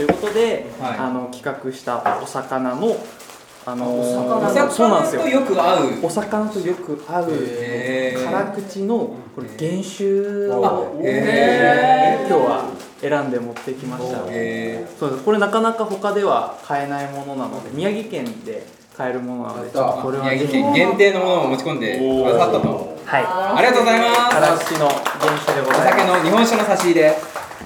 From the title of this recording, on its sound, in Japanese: 実録！魚食系忘年会2023〜世界初！？ホタテの殻剥き実演音声入り〜